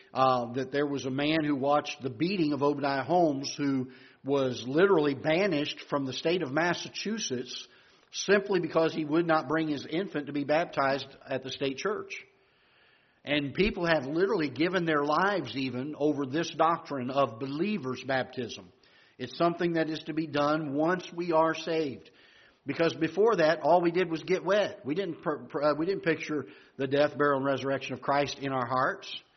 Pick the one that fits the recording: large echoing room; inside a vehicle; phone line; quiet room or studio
large echoing room